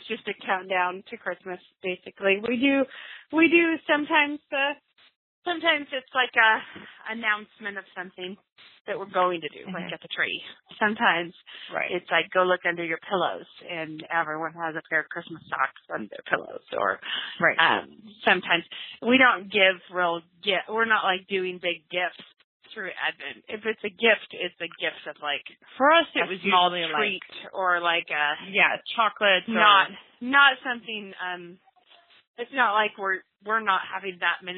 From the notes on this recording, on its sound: We attempted a long distance podcast with half the team in Florida, the other half running around the house taking pictures of toddlers in Idaho. Via a recorded phone call.